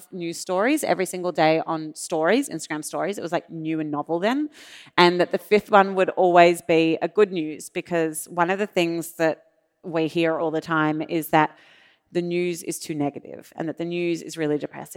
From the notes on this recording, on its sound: The recording for this podcast was from a live event held at the University of Sydney on 21 September 2023.